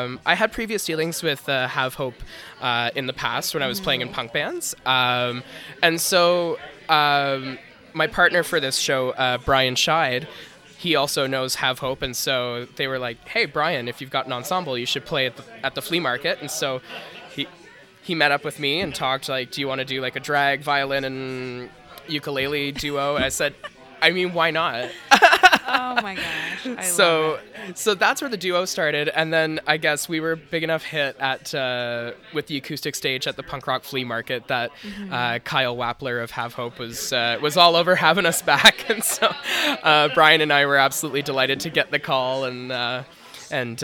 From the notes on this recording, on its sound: broadcast live from Adventurers Guild in DTK